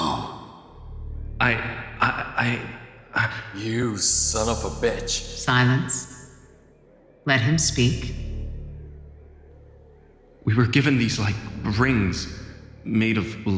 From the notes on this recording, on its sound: Audience at Denver Fan Expo 2022